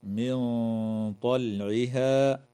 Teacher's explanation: ومع الغنة مفخمة عند الطاء في قوله تعالى: من طلعها